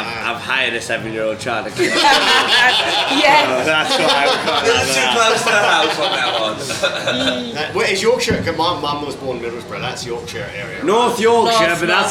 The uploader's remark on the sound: Edinburgh Fringe 2022. Live from Edinburgh fringe festival.